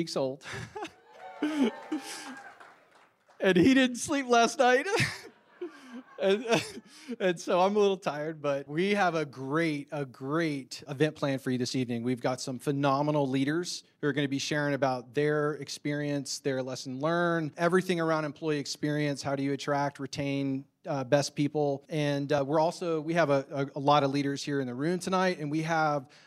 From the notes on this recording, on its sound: Recorded Live. For The Great Retention’s Live Event “Purpose Driven Leadership.”